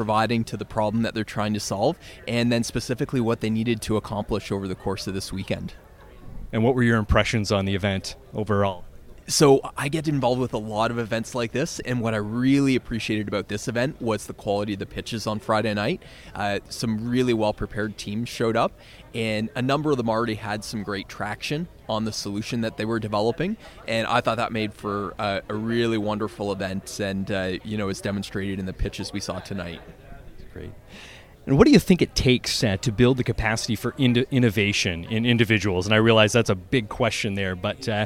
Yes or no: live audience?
yes